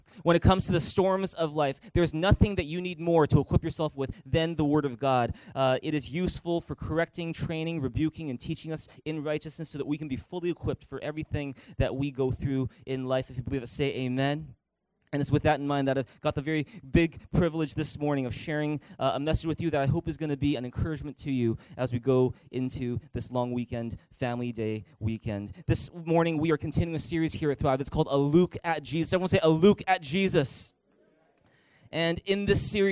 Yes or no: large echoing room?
yes